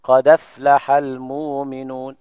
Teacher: قد أفلح، الهمزة عليها فتحة، ينقل الفتحة إلى الدال، الدال الساكنة، فتحرك الدال بنفس الحركة وتحذف الهمزة · Term: النقل